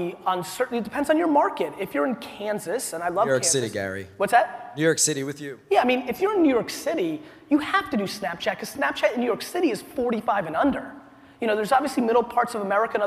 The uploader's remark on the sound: A keynote: Inman Connect Conference 2016